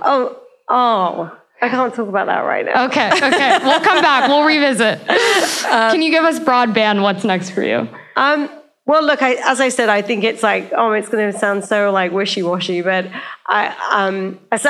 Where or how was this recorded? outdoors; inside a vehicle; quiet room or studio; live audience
live audience